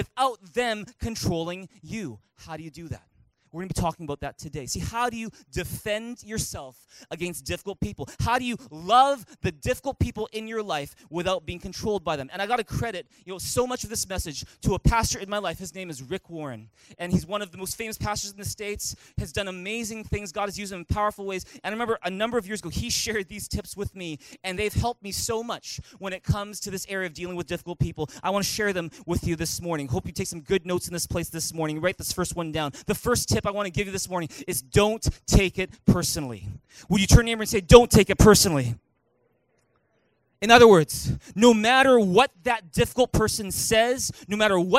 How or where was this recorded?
large echoing room